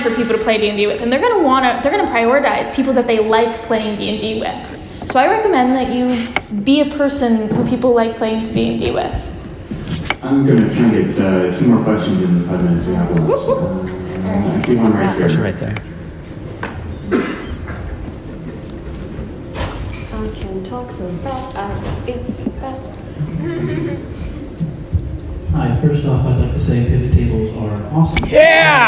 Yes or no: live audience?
yes